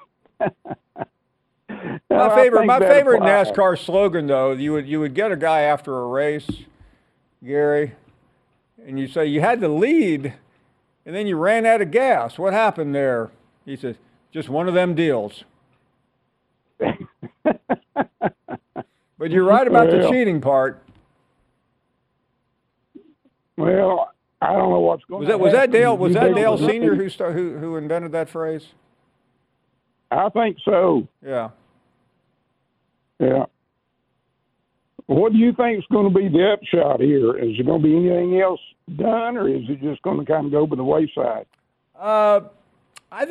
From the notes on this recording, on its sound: we get your thoughts and take your phone calls.